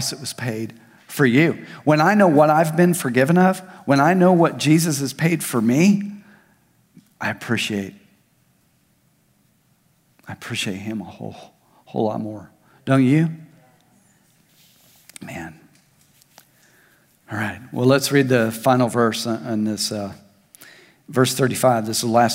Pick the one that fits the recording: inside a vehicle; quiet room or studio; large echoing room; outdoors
large echoing room